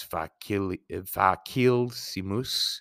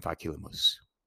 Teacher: Originally, the ending was simus, but L plus S in Latin assimilated to LL · Shown in: second take · Thus, facilsimus became facilimus.